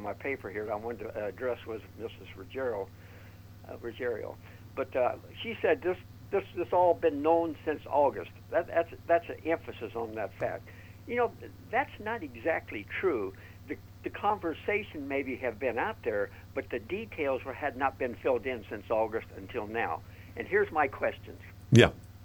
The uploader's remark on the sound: the phones didn't stop during today's Hotline and Live at Five Show